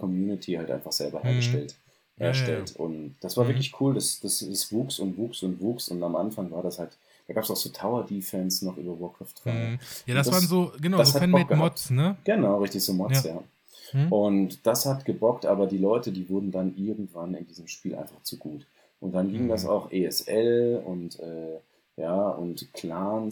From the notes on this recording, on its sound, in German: Das falsche Mikro ausgewählt. Viel Spaß mit der sagenhaften Qualität des Apfel-Mic's.